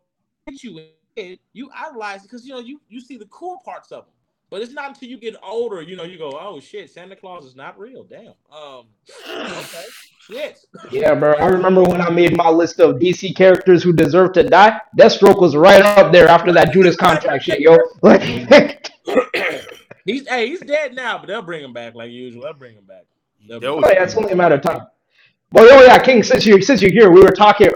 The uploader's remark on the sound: audio issues